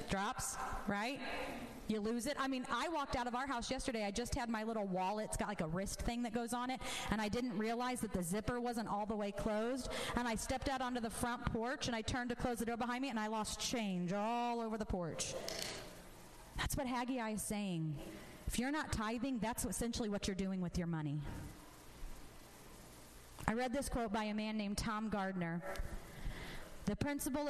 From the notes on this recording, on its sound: This episode was recorded at my church as a sermon I recently preached.